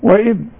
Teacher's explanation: الهمزه تكون اكثر رقه ما دام مكسوره